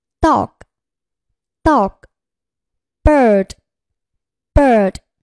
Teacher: 舌尖紧抵上齿龈，形成阻碍，然后突然分开。气流冲出口腔，声带振动 · Term: 浊辅音